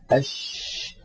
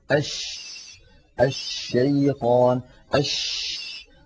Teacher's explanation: يبدأ صوت الشين من مخرجه، يعني من وسط اللسان، ثم يتابع الصوت خروجه فيصطدم بالصفحة الداخلية للأسنان العليا، فينشأ عن هذا العمل كله انتشار لصوت الشين في أرجاء الفم ويتابع خروجه خارج الفم. · Term: التفشي